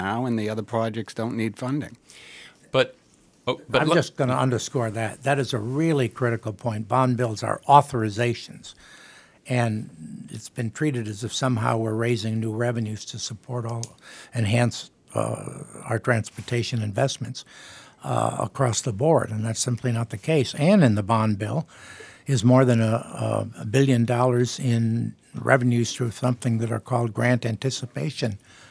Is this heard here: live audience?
no